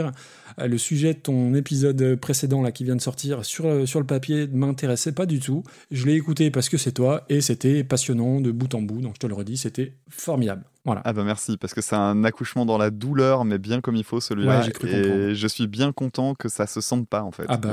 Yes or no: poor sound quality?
no